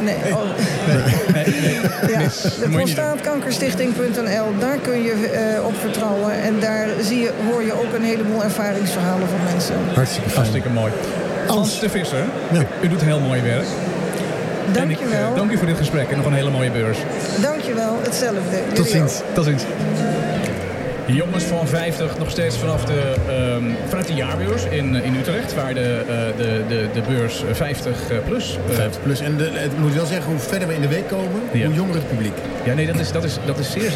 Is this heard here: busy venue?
yes